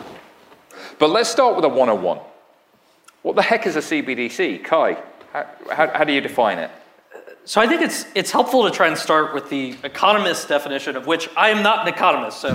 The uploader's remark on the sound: Live onstage panel as part of Empire Startups New York FinTech Week! Originally recorded for Fintech Insider podcast.